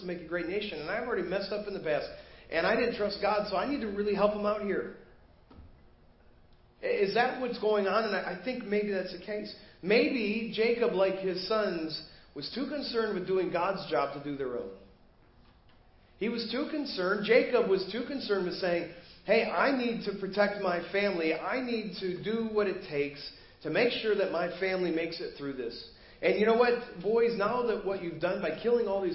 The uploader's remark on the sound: Preached at First Baptist Church of Hazel Park.